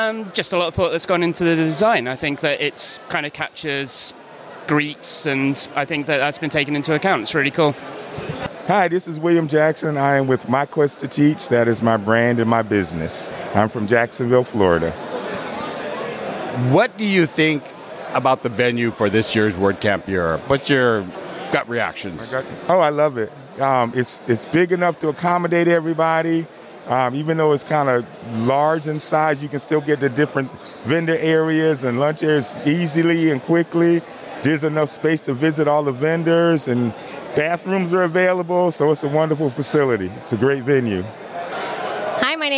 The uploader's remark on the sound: Random Q&A with Attendees at WordCamp Europe 2023